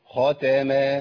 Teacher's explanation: الخاء المفتوحة وحروف التفخيم المحركة بالفتح بتبقى في أعلى درجتها